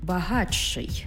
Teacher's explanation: «Т» і «ши» утворюється «чи-ши».